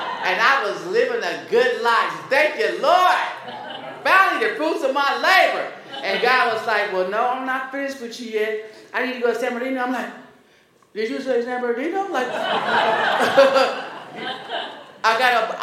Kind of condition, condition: setting, live audience